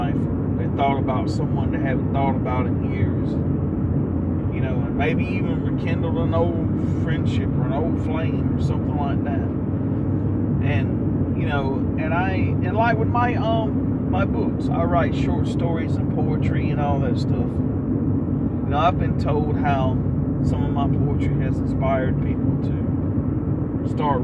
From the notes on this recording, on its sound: Sorry about the back ground noise